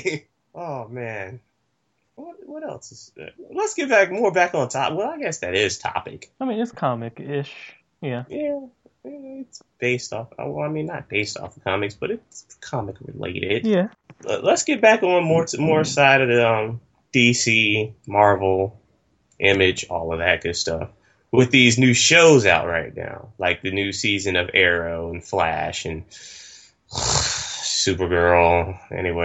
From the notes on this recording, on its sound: Audio may sound tinny. Are currently 200 miles apart.